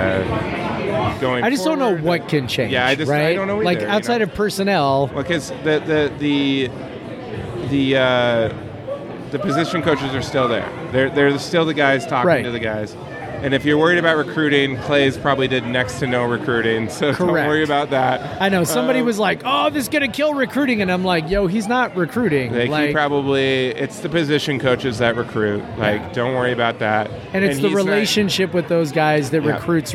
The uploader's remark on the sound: Live from Coug-owned Single Hill Brewing in Yakima!